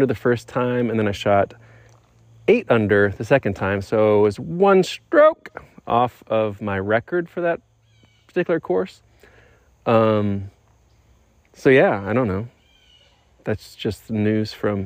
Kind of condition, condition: setting, outdoors